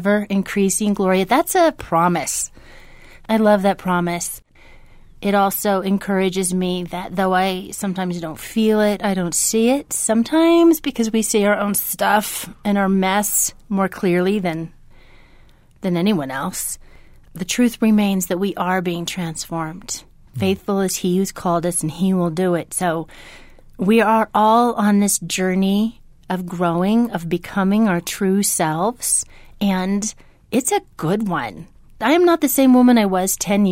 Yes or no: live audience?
no